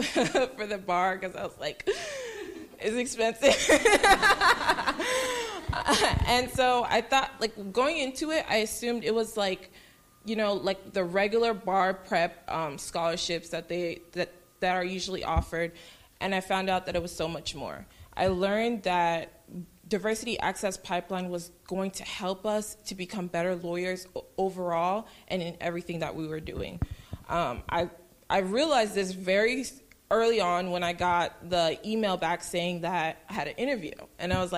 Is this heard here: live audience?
yes